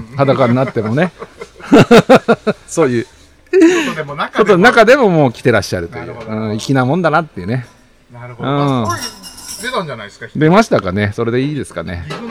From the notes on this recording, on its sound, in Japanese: 今週は初のサカバ収録。新橋駅前ビル2号館の 工藤軒 さんにお邪魔して、ほろ酔いトークを繰り広げております。